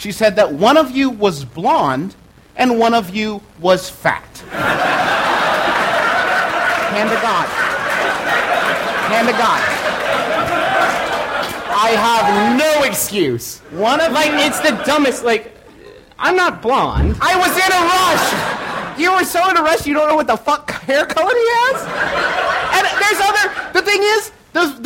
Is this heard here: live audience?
yes